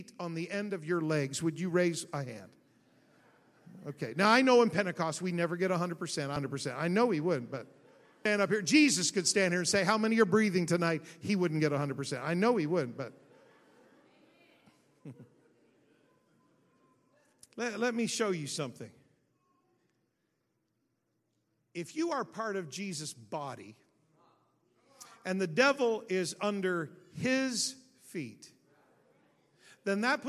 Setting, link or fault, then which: setting, large echoing room